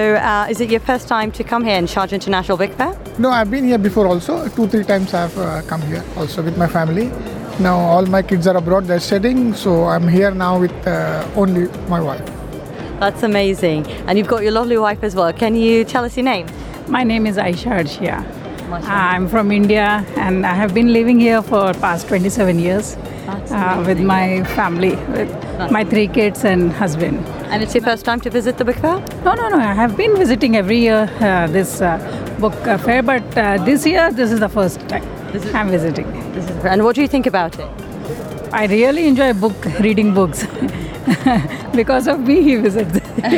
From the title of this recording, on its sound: Live from SIBF 2023